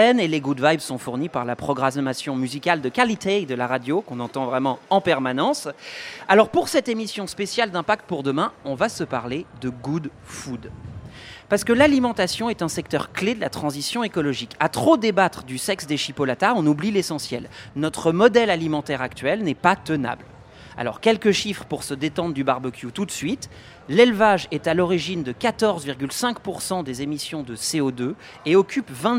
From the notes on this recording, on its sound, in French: en direct de Marseille et du So good Festival